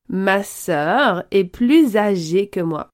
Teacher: on fait la liaison entre plus, qui se termine par un S, et âgé